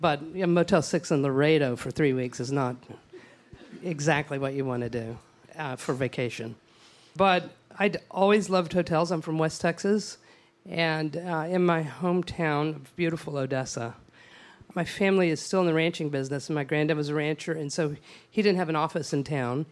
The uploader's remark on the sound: For a live podcast taping in Austin.